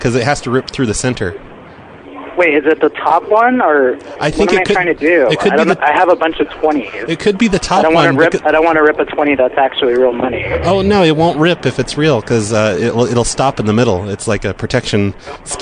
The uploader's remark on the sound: Prank Phone Calls